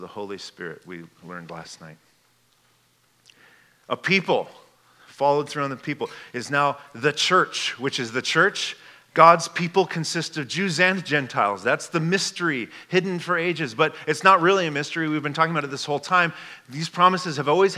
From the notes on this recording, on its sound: This message was given at Fall Conference 2022.